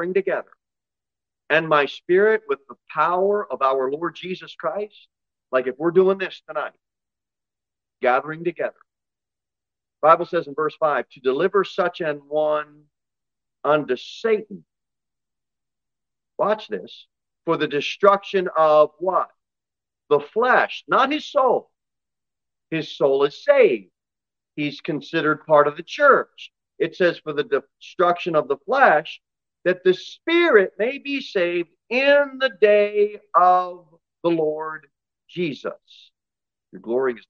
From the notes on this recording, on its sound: Sermon delivered at Pilgrim Baptist Church on Thursday, June 22, 2023, at 6:15 pm.